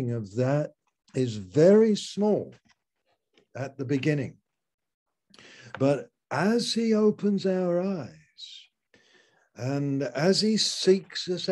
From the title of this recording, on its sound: Malaysia Meets (Zoom)